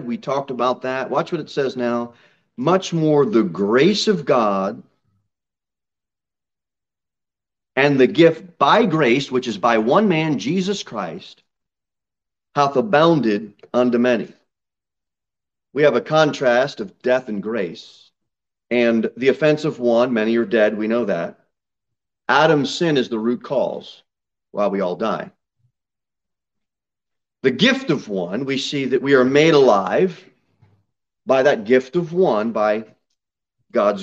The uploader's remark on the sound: Sermon delivered at Pilgrim Baptist Church on Sunday, September 26, 2022 at 11:15 am. Jere Whitson Rd.